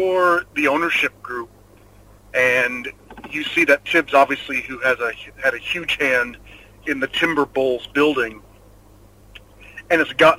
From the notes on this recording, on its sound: evening commute home through the streets of Sydney